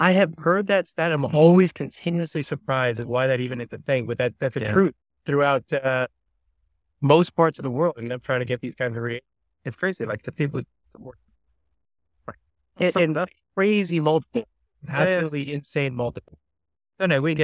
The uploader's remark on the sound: Set against the picturesque backdrop of Vancouver. Sorry about the audio quality, we were outdoors and our microphones weren't working as intended.